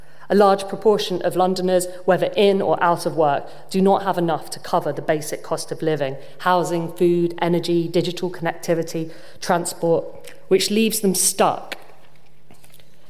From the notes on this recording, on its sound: given to an audience of 300 at RIBA in Portland Place.